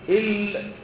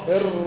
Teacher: طرف اللسان في اللام وظهر طرف اللسان في الراء